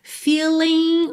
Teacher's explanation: o G final também não é pronunciado